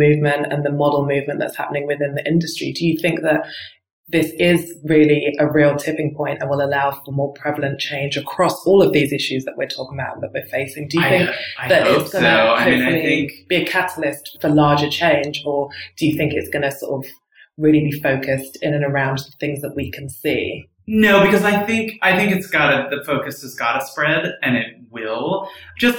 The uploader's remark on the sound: Please excuse the echo effect in this issue!